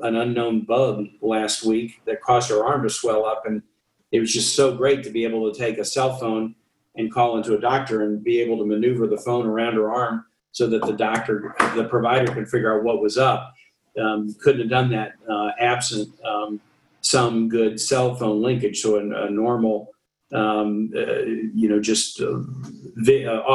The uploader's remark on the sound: This episode of the Rural Health Voice podcast is the recording of a virtual press conference VRHA conducted.